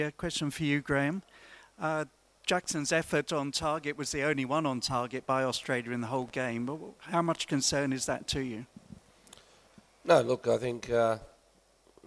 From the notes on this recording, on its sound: Post-Match Press Conference. Speak to media following the Subway Socceroos 1-0 win over Syria.